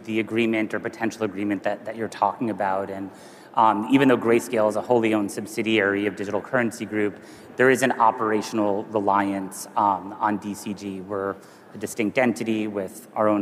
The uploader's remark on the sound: A Consensus 2023 panel